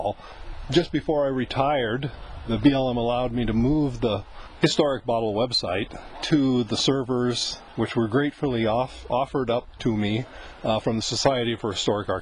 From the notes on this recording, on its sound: recorded in the field